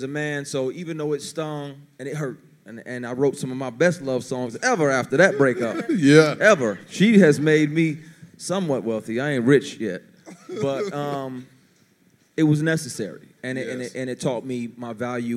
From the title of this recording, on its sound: Recorded at the Self Love Soirée